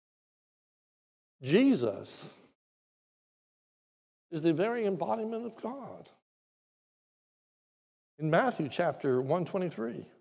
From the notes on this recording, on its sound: This is a sermon recorded live at the Lebanon Bible Fellowship in Lebanon, PA on 8/22/2021 during the morning service